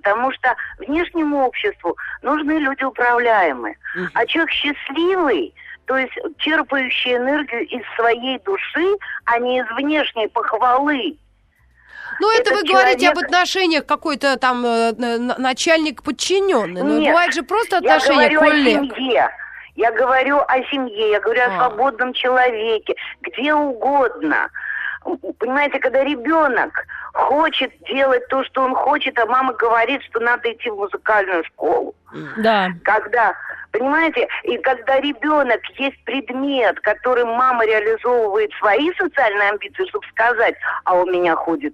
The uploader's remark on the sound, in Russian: по телефону